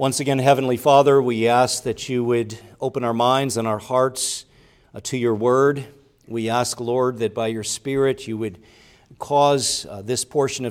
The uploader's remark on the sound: preached at Grace Orthodox Presbyterian Church in Sewickley, PA, during the evening Worship Service on Sunday, December 3, 2023